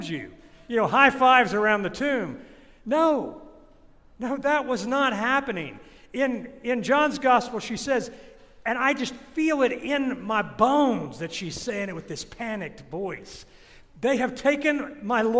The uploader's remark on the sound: This sermon was recorded at St. John’s Episcopal Church in Tallahassee, Florida in 2022 at the Great Vigil of Easter.